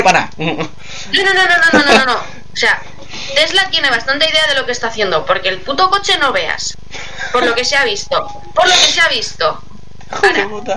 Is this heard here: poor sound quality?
yes